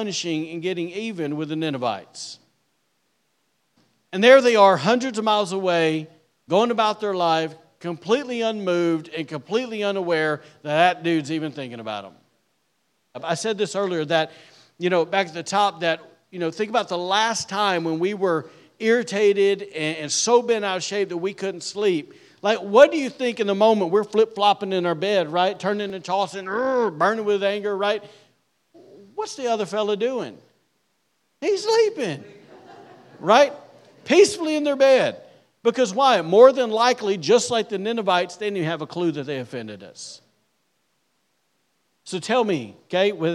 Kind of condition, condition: setting, large echoing room